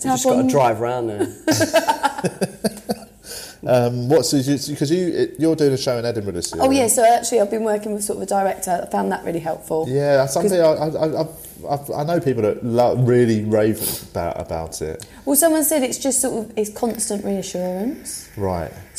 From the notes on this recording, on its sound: This was an episode we recorded pre-corona. We recorded it at London's Top Secret comedy.